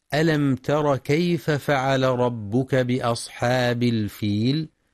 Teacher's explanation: ينتبه القارئ لإظهار الميم الساكنة